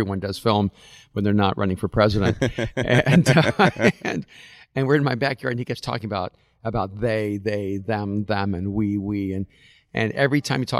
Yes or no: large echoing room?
no